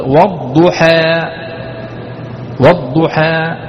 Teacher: الإمالة هي أن تنحو بالفتحة نحو الكسرة، تنحو بالفتحة نحو الكسرة، تميل الفتحة نحو الكسرة، وبالألف نحو الياء